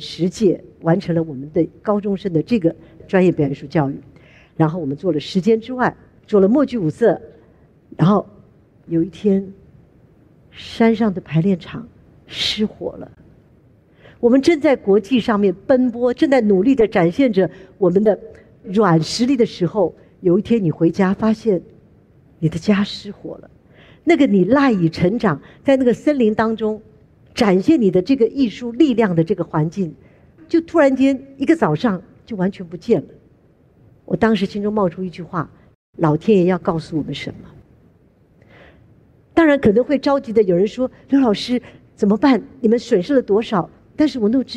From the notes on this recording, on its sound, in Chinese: 本集節目取自【2023突破者知識跨年饗宴】現場錄音